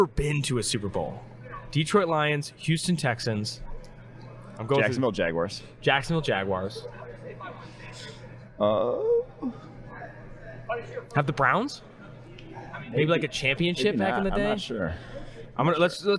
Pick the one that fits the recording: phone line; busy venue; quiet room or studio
busy venue